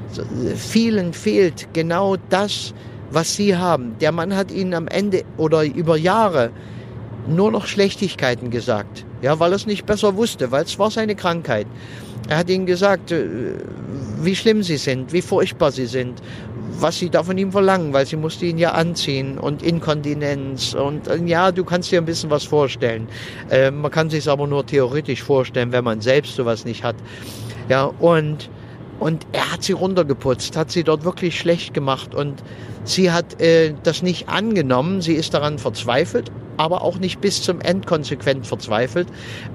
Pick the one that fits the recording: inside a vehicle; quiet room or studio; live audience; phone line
inside a vehicle